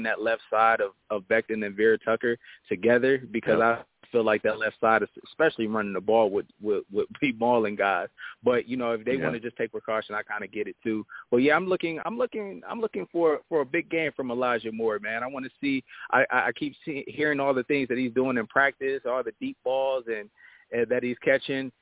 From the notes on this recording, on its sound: I also take live callers!